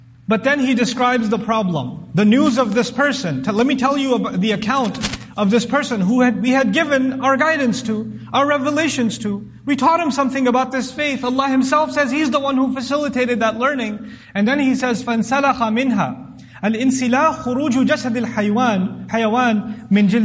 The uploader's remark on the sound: This Khutbah was recorded at the Islamic Center of Irving.